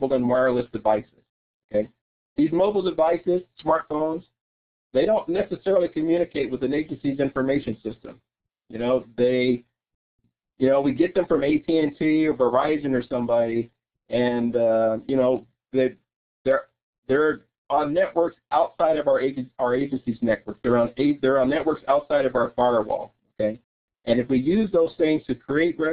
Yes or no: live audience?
no